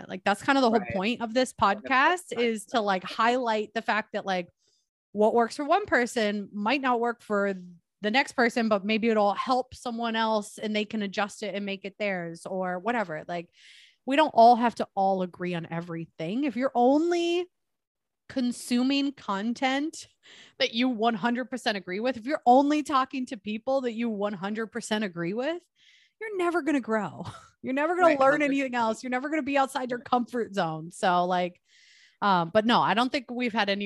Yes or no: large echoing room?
no